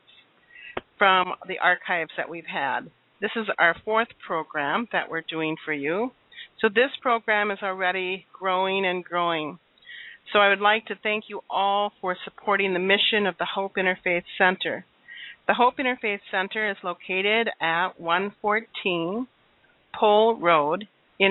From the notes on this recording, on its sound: She is currently living in California and will be joining us via phone.